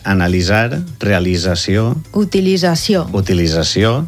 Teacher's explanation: La manera estàndard valenciana que es recomana, que és més natural i més fàcil, és com una S sonora.